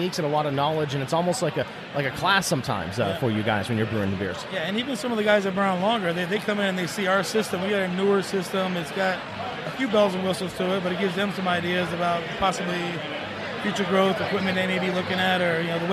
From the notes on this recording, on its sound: live from the (very noisy) Classic City Brew Fest